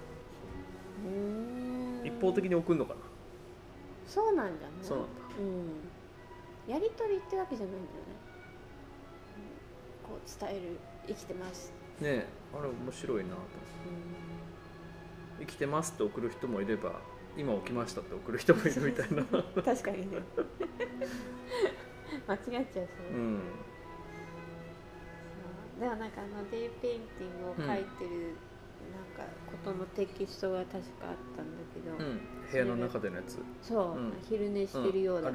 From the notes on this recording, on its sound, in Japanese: 喫茶店でのほろ酔い話。いつになく緩いトークと素敵な環境音をお楽しみください。